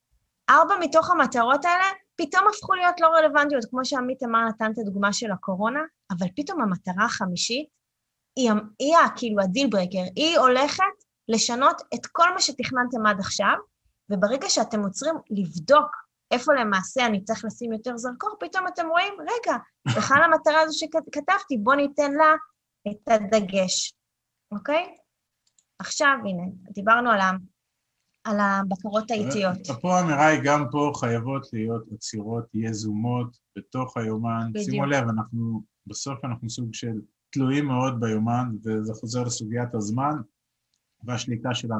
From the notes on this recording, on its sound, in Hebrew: הוקלט בחי בזום.